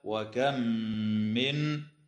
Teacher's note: تدغم الميم الساكنة في الميم مع الغنة